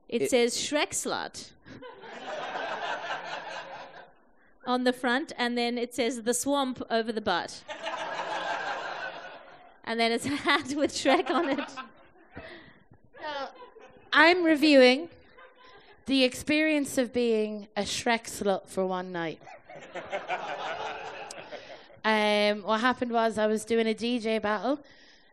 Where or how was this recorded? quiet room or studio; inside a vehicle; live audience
live audience